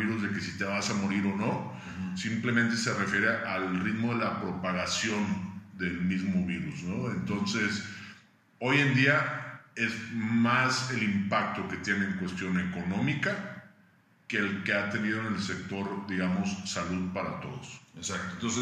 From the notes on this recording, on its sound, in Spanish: Una disculpa por el audio... Se grabó de emergencia.